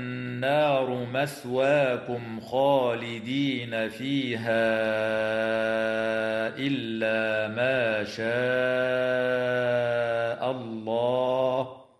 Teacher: والميم الساكنة في قوله تعالى مثواكم خالدين حكمها الإظهار الشفوي عند الخاء